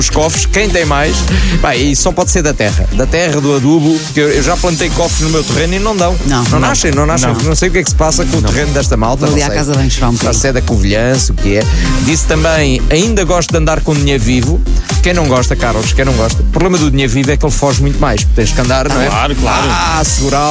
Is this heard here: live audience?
no